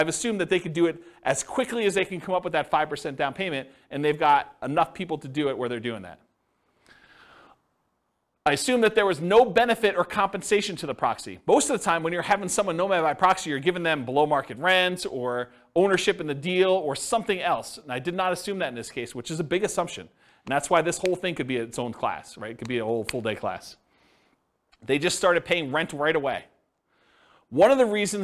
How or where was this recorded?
live audience